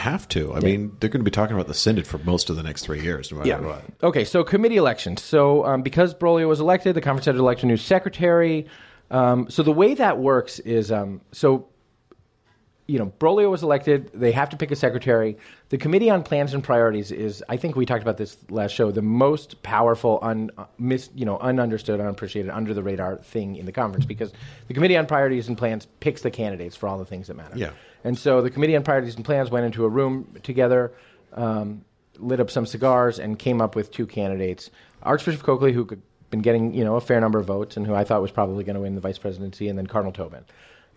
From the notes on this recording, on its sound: Baltimore Dive Bar Live Show Extravaganza. In this very special live taping of The Pillar Podcast.